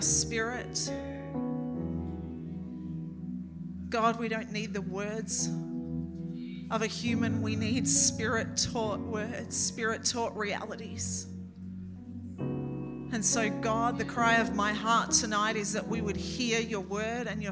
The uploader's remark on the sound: This message was recorded on 07/10/2023 during the Saturday 7pm service.